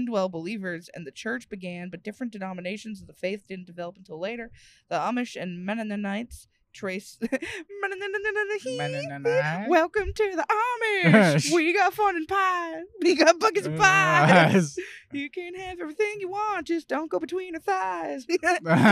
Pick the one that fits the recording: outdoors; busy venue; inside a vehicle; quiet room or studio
inside a vehicle